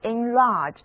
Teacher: 重音在第二个音节